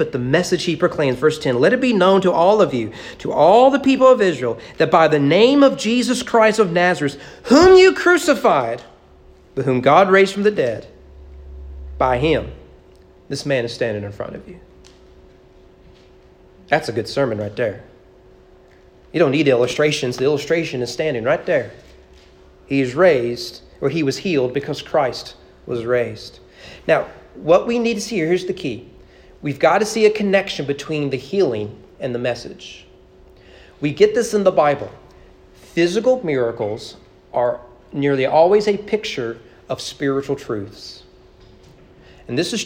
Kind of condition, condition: setting, large echoing room